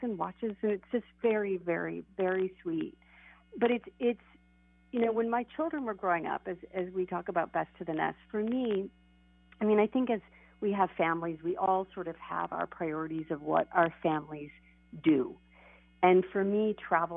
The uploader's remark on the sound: I called in from Paris this week, and I am hoping that I signed up for the right AT&T international plan!